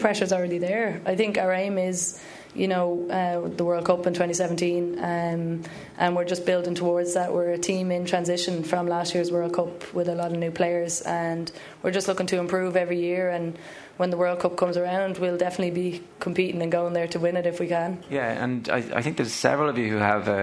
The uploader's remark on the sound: Live in Drogheda.